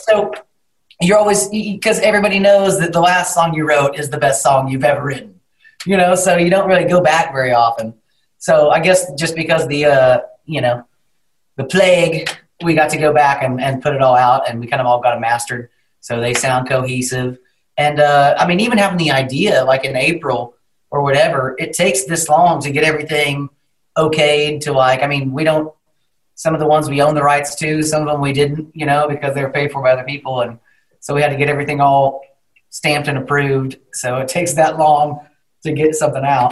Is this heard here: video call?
yes